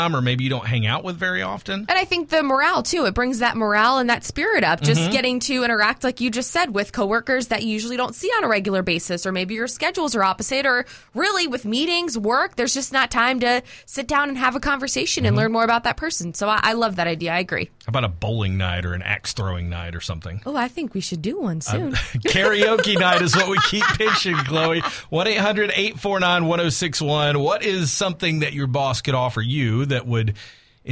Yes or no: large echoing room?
no